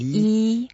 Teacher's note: So E is first tone. Let's make it very like YI and first tone. Make it flat.